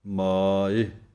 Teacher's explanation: ਸੋ ਇੰਨਾ ਕੁ ਬੋਲ ਕੇ ਜਮਕ ਹੈ, ਵਿਸਰੈ ਦੇ ਉੱਤੇ ਵਿਸਰਾਮ ਹੈ, ਮਾਏ ਇੱਦਾਂ ਬੋਲਣਾ ਹੈ ਕੰਨੇ ਨੂੰ ਲੰਮਾ ਕਰਕੇ